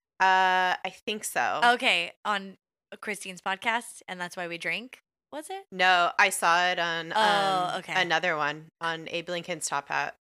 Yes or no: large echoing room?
no